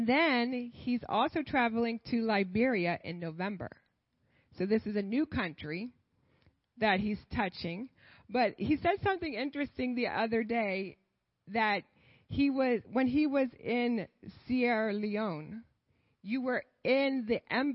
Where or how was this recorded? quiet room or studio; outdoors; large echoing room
large echoing room